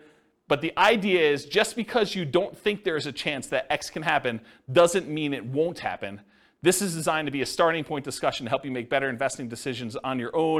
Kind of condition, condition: setting, live audience